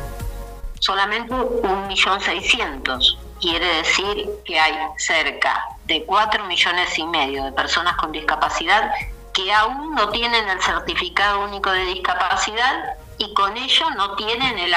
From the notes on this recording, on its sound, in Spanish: Estuvo con nosotros vía telefónica